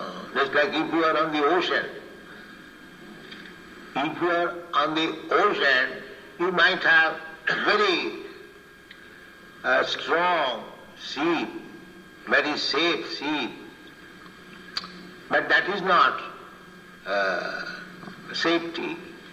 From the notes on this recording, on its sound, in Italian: in diretta dal Tempio di Villa Vrindavana